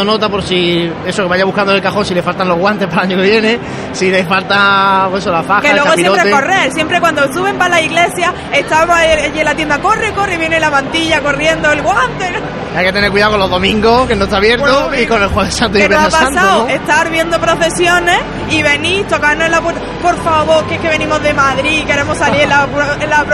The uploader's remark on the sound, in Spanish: Radio Pasión en Jaén estuvo presente en la feria cofrade ANCOAR, palpando el ambiente allí vivido. En este programa especial, grabado desde el mismo recinto de IFEJA.